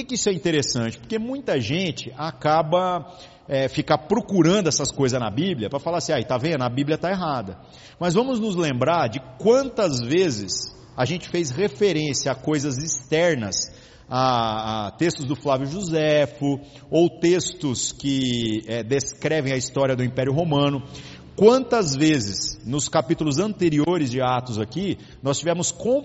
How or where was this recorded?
large echoing room